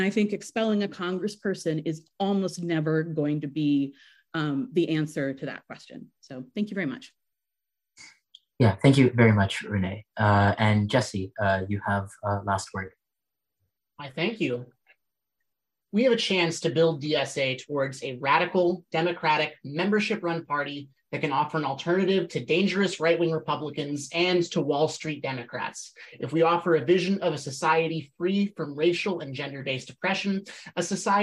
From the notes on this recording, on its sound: Online Panel Discussion